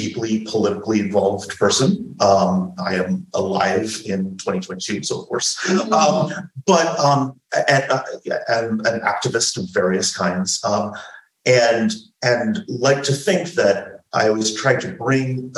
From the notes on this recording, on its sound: We're so excited to share this live recording of one of our talks at the 2022 University of Pittsburgh Queer Horror Week! This talk was recorded live in a classroom- so the audio is a little rougher than our usual fare.